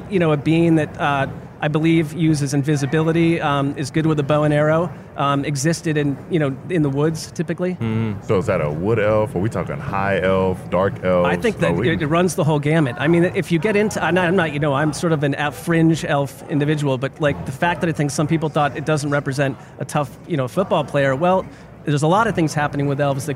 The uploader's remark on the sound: In a convention room full of heroes